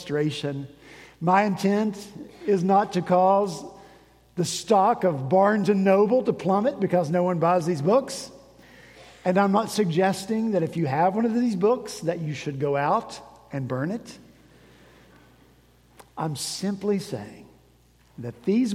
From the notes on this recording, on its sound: At Redeemer Presbyterian Church in Charleston, SC